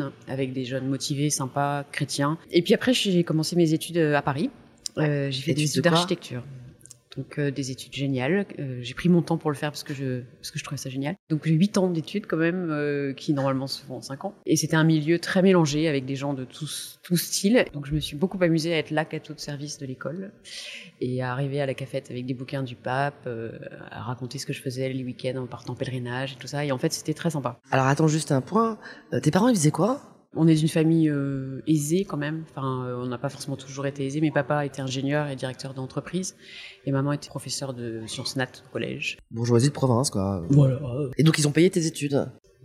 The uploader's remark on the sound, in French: Nous avons enregistré dans un bar parisien autour d'un chocolat chaud. Navrée pour la qualité de son qui s'en ressent.